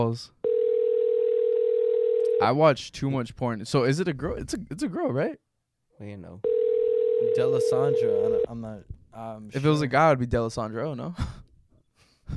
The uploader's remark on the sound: Call In Episode